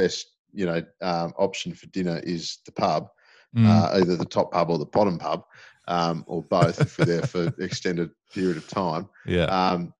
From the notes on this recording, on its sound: The first of many remotely recorded episodes